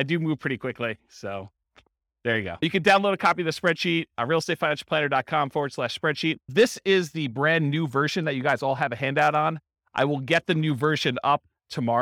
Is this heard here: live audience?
yes